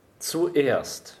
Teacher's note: Die Vokalfarben liegen ja extrem weit auseinander. U ist ein sehr hochliegender, geschlossener Vokal. Und E ist zwar auch geschlossen, aber viel heller und viel weiter vorne sitzend.